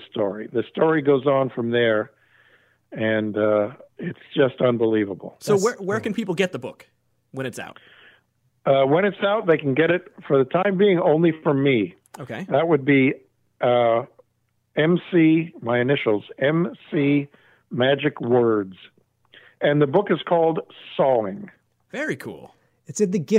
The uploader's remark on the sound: an over the phone chat